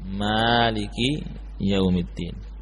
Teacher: Dan yang kita baca pada riwayat Hafiz adalah dengan memanjangkan Maliki, ya, Maliki Yaumiddin, memanjangkan mim